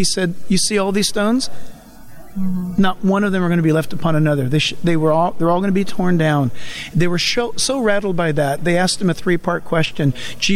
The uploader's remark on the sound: Recorded from the National Religious Broadcasters Convention. Nashville, TN.